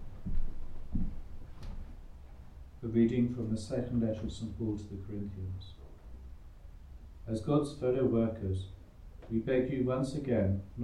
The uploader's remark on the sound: Recorded live at Southgate House